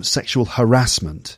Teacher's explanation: you hear the word pronounced with the emphasis on the second syllable so much, sexual harassment, that many people now in the UK, large numbers of people say harassment.